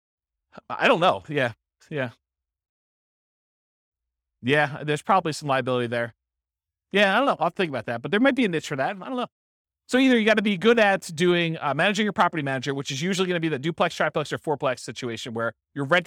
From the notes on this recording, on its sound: This was a live class recorded